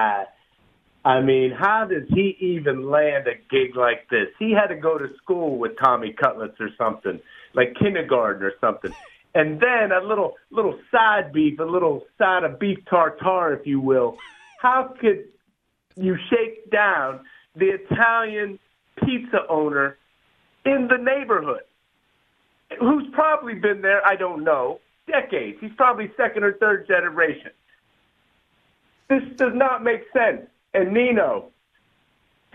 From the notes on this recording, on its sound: Phone Calls.